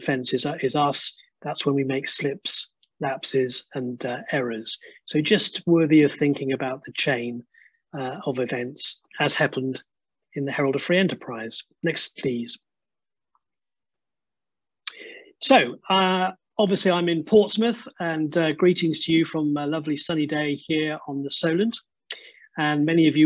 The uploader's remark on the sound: This recording is taken from the webinar ' Heads & Hearts, theirs & ours Eating Disorders, Complexity & Medical Mistakes '.